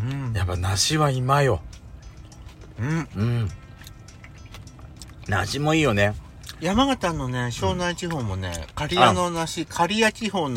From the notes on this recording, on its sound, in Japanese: パーキング収録